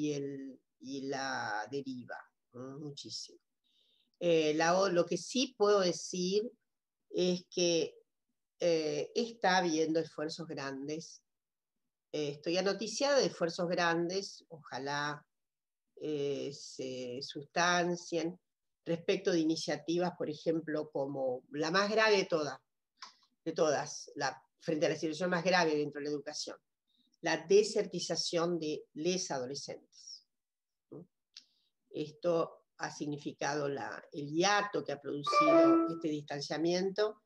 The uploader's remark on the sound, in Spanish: por YouTube, con participación en VIVO con el chat